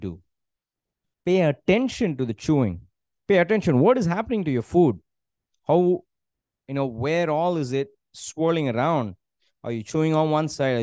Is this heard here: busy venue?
no